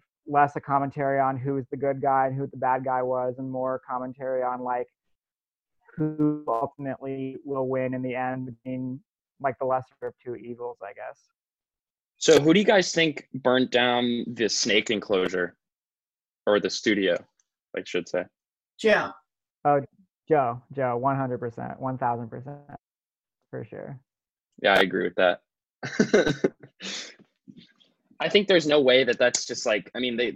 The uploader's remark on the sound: Four of our audio staffers get together over Zoom